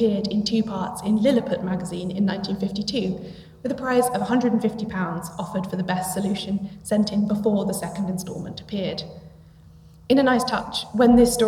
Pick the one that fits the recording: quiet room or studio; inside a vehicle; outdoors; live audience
live audience